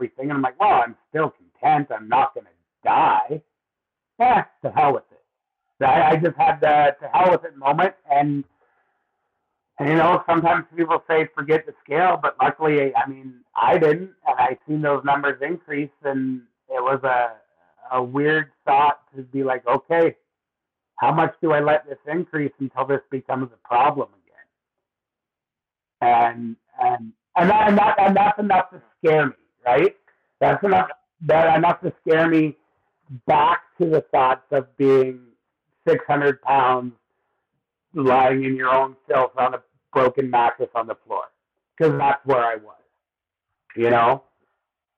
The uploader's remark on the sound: We had a few technical issues with the sound